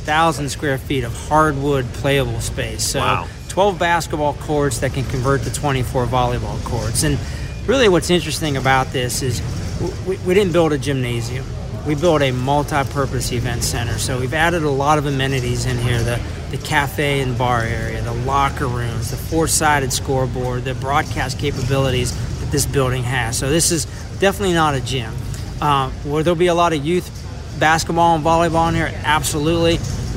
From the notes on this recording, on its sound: live from the Henrico Sports and Events Center